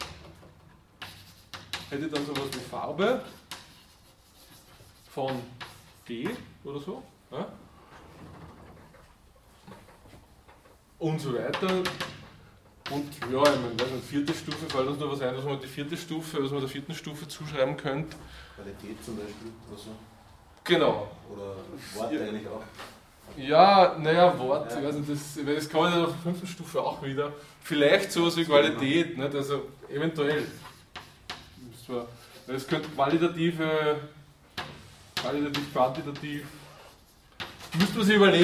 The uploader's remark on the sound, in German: Diese Vorlesung wurde von Studierenden aufgenommen